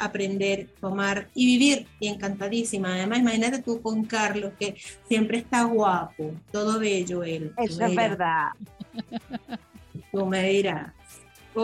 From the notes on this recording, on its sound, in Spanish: Episodio grabado en nuestra primera reunión online.